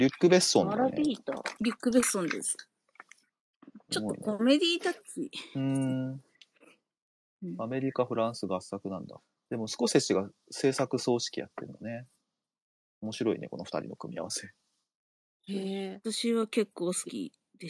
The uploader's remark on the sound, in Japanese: この配信は、2023年1月にスペースで収録した音源を編集したものです。生活音とかノイズとかふとしたネタバレとか、色々ごめんなさい。